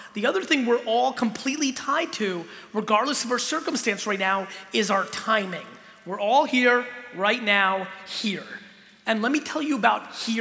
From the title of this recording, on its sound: Keynote in Sydney